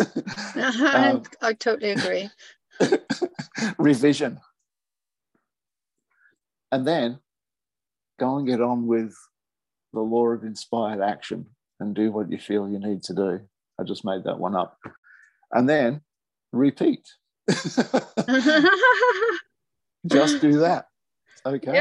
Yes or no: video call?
yes